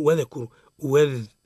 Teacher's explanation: الذال في لفظ واذكروا لابد من الرخاء وجريان الصوت في المخرج